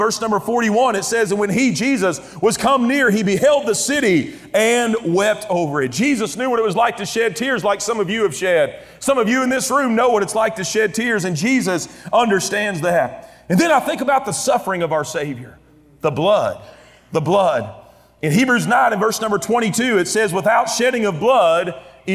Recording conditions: live audience